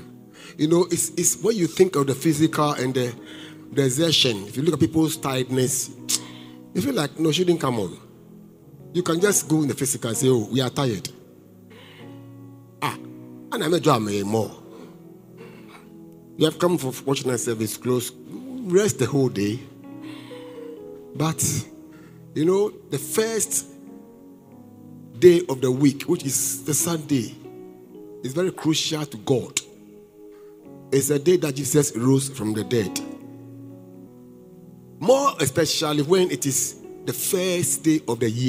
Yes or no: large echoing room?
yes